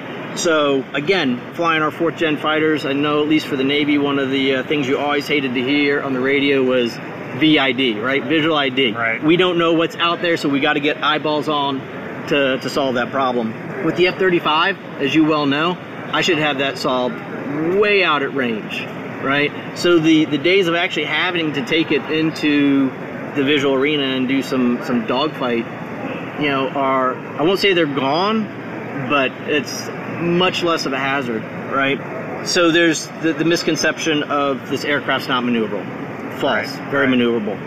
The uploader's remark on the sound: The audio isn't fantastic because it was recorded inside the factory.